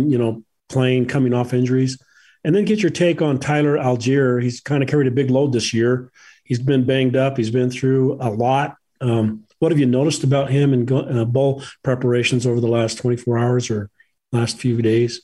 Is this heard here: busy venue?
no